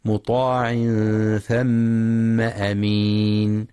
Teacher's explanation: يخطئ من يقرأ ثم بضم الثاء ثم، والصواب فتحها